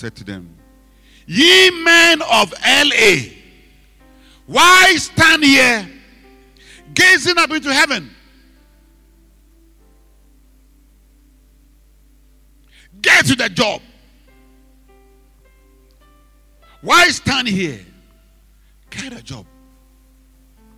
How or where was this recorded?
large echoing room